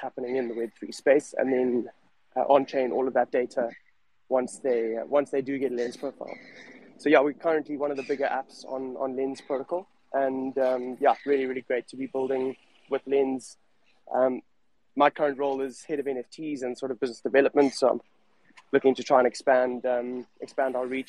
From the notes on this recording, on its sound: This is the full live audio recording from Twitter Spaces